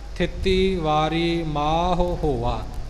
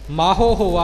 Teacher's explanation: ਮਾਹ ਉਹੀ ਬੇਨਤੀ ਕੰਨਾ ਦੀਰਘ ਮਾਤਰਾ ਹੈ, ਔਂਕੜ ਲਘੂ ਮਾਤਰਾ ਹੈ। ਦੀਰਘ ਮਾਤਰਾ ਨੂੰ ਸਮਾਂ ਜ਼ਿਆਦਾ ਦੇਵਾਂਗੇ ਤਾਂ ਹਾਹੇ ਦੀ ਔਂਕੜ ਆਪੇ ਸਹੀ ਬੋਲੀ ਜਾਵੇਗੀ · Shown in: first take · । ਮਾਹੋ ਹੋਵਾ ਨਹੀਂ ਕਹਿਣਾ, ਜਦੋਂ ਆਪਾਂ ਮਾਹੋ ਬੋਲਾਂਗੇ ਤਾਂ ਉਹ ਹਾਹੇ ਨੂੰ ਹੋੜਾ ਹੋ ਜਾਵੇਗਾ।